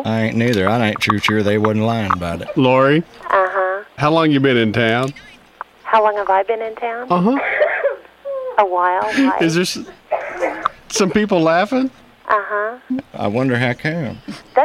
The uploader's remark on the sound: Prank Phone Calls